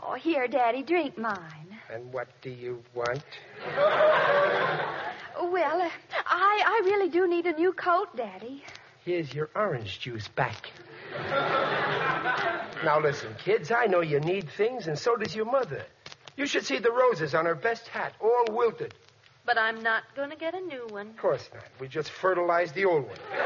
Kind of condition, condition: setting, live audience